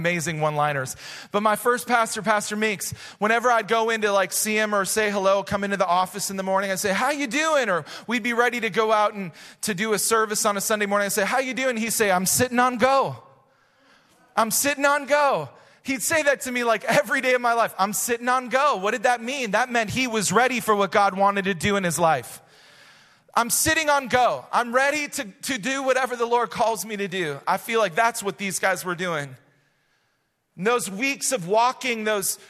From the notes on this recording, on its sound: Recorded live at Hope Church in Springfield, Mo.